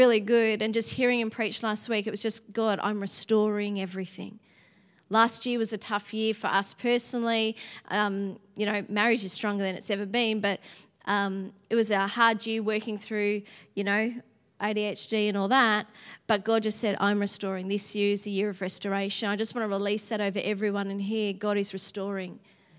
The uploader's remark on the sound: Sunday January 22 Echo Church Melbourne